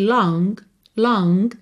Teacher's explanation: A palavra long termina em G. Esse G, às vezes aparece assim, só um pouquinho dele, um rastro dele.